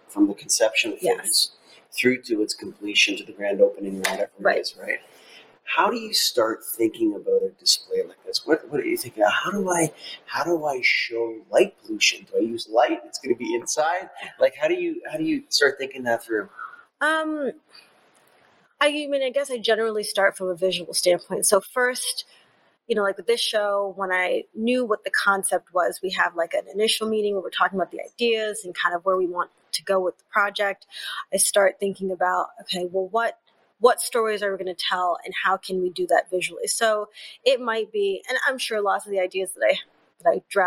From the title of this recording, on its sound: Live from The Smithsonian Museum of Natural History